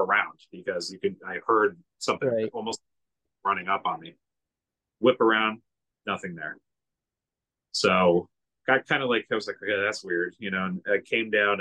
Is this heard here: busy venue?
no